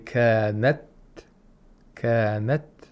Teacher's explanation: So you have to say kanat, kanat, without aspiration. Aspiration means to let too much air out of your mouth when pronouncing, for example, a letter like ta. · Term: ta sakina